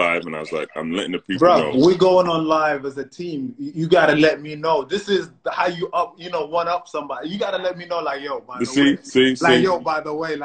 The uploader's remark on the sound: Whilst the world is locked down during the coronavirus pandemic. We hit their team up to ask if they would be happy for us to record and publish online and we got the green light!